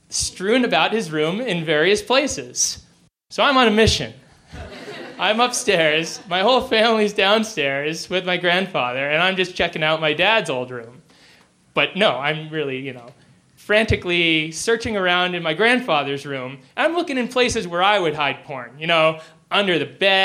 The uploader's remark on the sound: He shared this story in front of a live audience at the Deer Pile in Denver, Colorado.